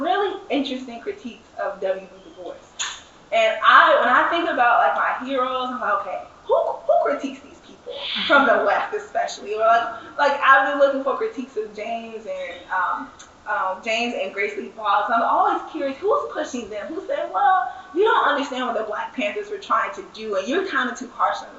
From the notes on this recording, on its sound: session recorded at Socialism 2022